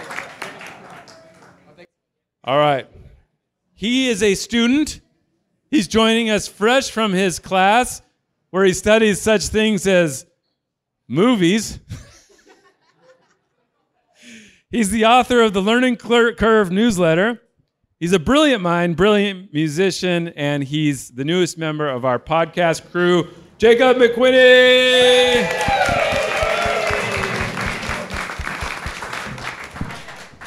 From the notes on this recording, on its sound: Joined us for a live show in North Park. Cozied up to the beer fermenters in Original 40 Brewing.